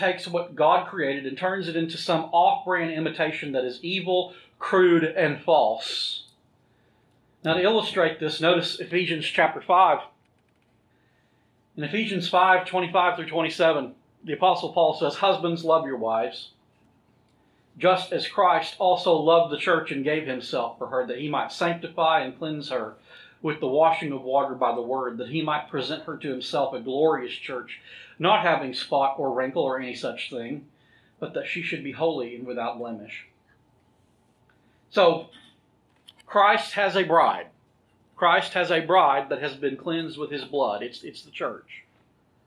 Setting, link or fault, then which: setting, large echoing room